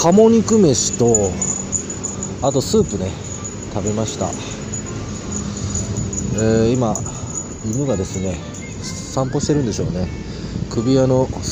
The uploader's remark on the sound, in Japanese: 台湾高雄の川のほとりでボーッと録音してみた。夜に録音してみた。